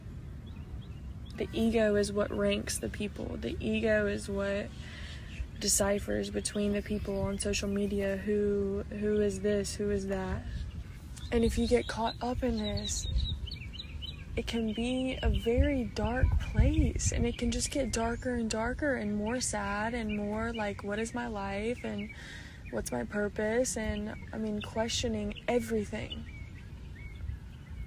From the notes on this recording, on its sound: I recorded this episode at a park which was the cutest thing ever. You may hear little ones playing in the background.